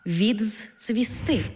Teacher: У слові «відцвісти» «ди» переходить у «дз-ци» – «відцвісти».